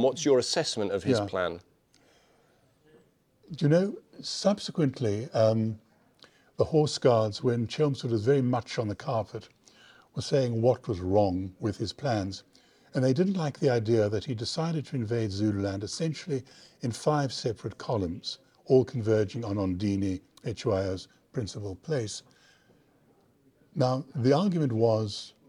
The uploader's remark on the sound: I recorded this at the Clash of Empires exhibition currently taking place at the Royal Philatelic Society in London